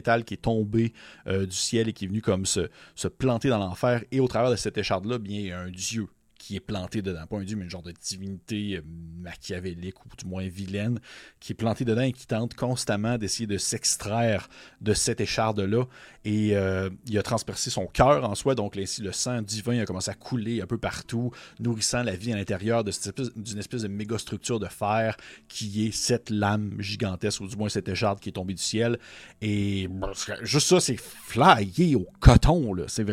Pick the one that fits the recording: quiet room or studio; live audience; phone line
quiet room or studio